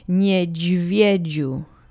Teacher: The penultimate syllable usually gets the accent, and it's no exception here.